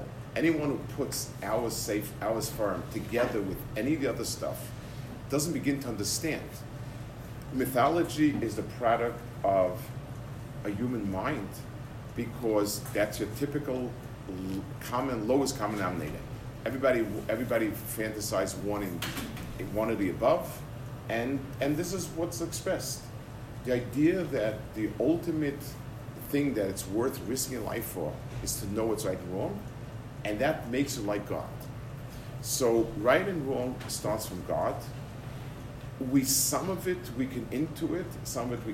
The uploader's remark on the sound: Delivered 2/12/22 at Katz Yeshiva High School of South Florida